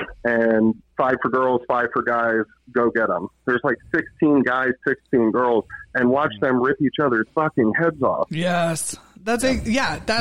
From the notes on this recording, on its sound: Some awesome listeners call in to let us know what they thought of this season.